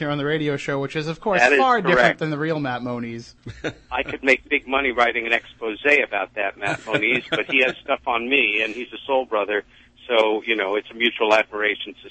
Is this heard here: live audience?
no